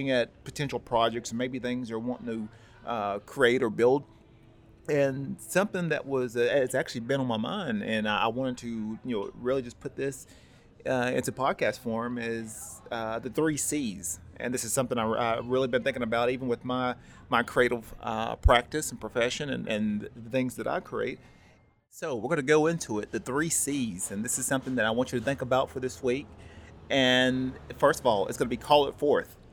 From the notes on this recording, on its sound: This was recorded live at Panels Comics and Coffee Shop.